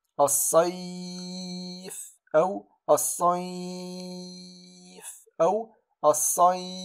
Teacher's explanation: لاحظوا معي حرف ساكن سيكون الفاء هنا حرف ساكن سكونا عارضا بسبب الوقف أي سنقف عليه، نقول الصيف، هنا نقول إي بالقصر أو التوسط أو الإشباع يعني حركتان 4 أو 6 حركات